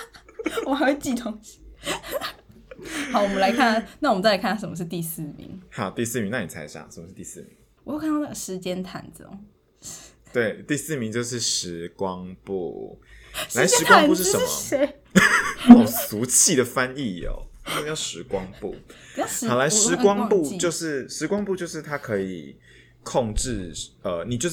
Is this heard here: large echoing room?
no